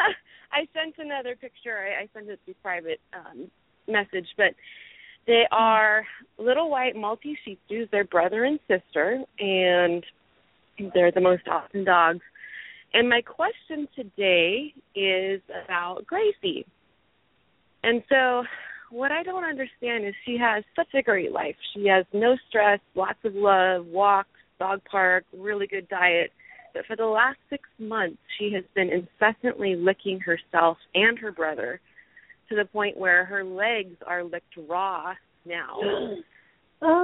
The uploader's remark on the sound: open up the lines for listeners to call